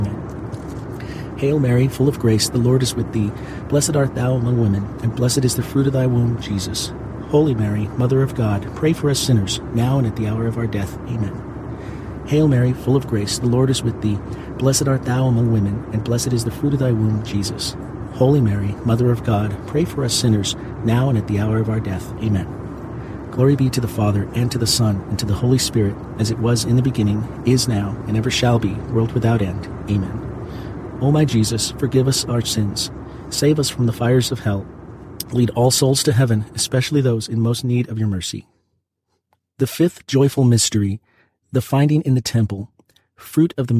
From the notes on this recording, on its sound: Pray the Rosary from inside a commercial jet while powerful engines provide a soothing rumble outside at an altitude of 35,000 feet.